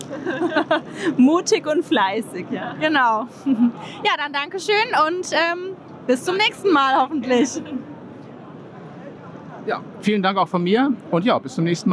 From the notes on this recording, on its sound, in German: aufgezeichnet auf der diesjährigen DKM